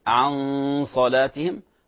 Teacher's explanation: عن صلاتهم غنة فيها حركتين إخفاء حقيقي